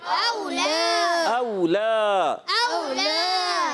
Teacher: واؤ ساکن سے پہلے زبر، واؤ لین نرمی سے ادا کریں گے. کھینچنا نہیں ہے، ٹھیک ہے، کھینچنا نہیں ہوتا.